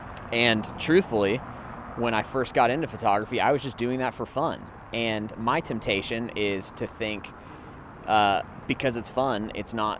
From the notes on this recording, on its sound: A mini-sode I recorded while walking around shooting photos in Thomasville, GA.